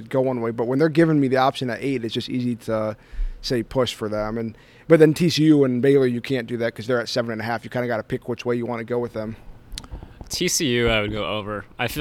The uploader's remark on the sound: On the first day of Big 12 Media Days. At AT&T Stadium.